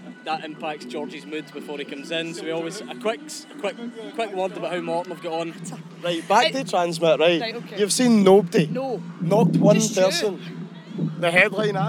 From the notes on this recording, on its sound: TRNSMT Festival 2019. A TRNSMT Festival special recorded across all 3 days of the event.